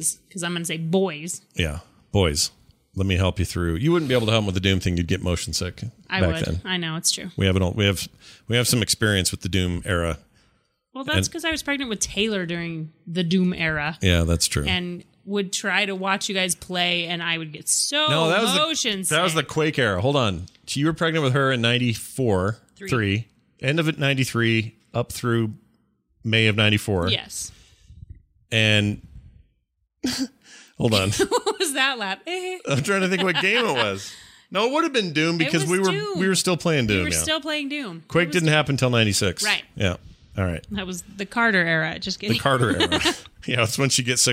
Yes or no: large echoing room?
no